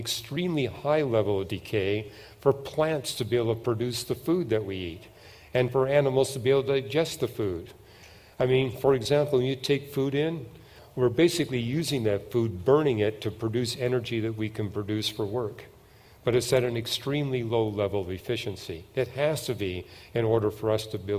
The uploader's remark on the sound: At the 2023 Evidence and Answers conference.